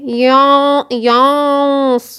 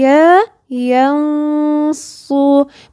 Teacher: مش معنى ان انا عايزة اجيب الغنة مفخمة يعني ابهدل الكلمة كلها، الياء دي يا ينصو مفهاش تفخيم ولا فيها غنة · Shown in: second take